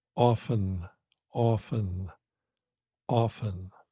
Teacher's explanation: The T is written but not spoken.